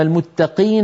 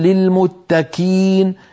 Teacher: القاف من أقصى اللسان مع الحنك اللحمي، الكاف من أقصى اللسان فوق مع الحنك اللحمي والعظمي